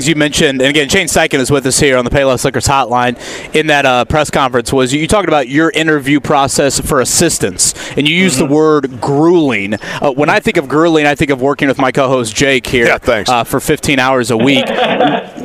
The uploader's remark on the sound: live at the Combine